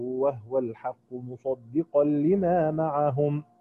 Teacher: نلاحظ أنه قرأ بإسكان الهاء